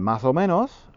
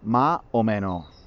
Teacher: para marcar el plural de una palabra pronunciamos la última vocal más abierta · Shown in: second take